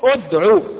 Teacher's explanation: في آخر سورة النحل، لا تقول إدعو إلى سبيل ربك، لا، وإنما تقول أدعو بضم الهمز